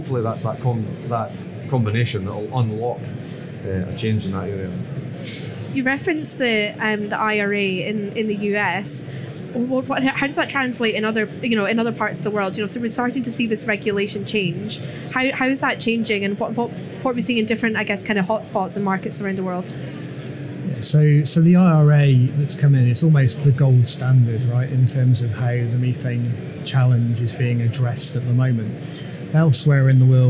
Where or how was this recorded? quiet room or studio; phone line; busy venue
busy venue